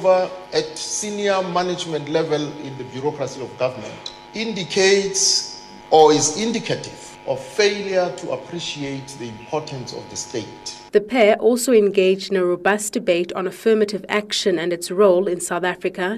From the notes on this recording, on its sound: at an event held in Paarl (outside Cape Town)